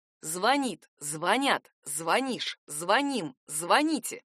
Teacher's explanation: Глагол «звонить» в числе тех, кого эта тенденция еще не коснулась. Единственно правильным остается ударение на окончании